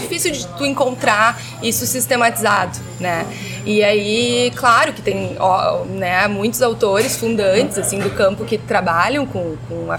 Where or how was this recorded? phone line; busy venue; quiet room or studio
busy venue